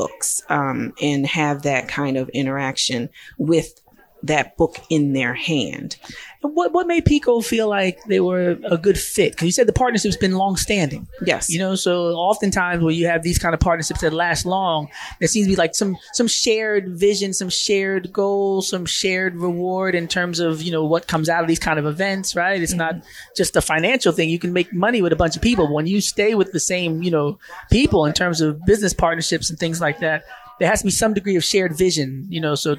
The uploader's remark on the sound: African American Children's Book Fair live event